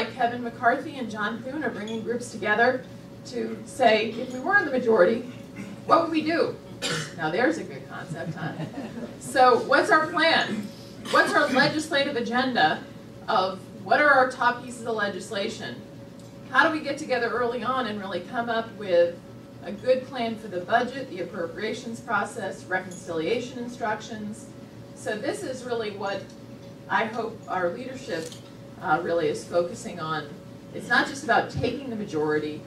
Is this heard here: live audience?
yes